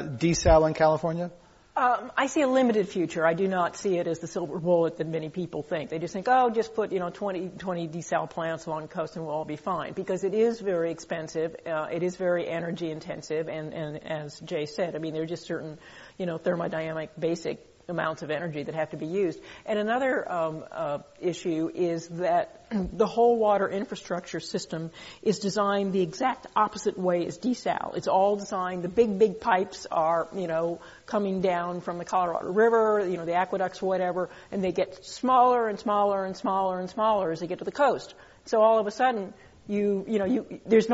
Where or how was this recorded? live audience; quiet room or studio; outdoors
live audience